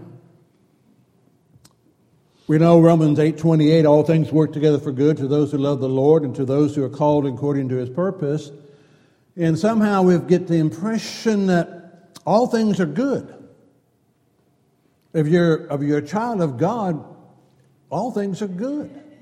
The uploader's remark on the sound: Downtown Church Of Christ Audio Sermon